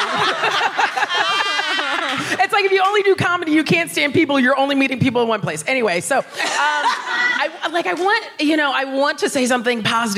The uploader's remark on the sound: FOC IT UP Comedy Club. Recorded 3 July 2022 at 21Soho in London.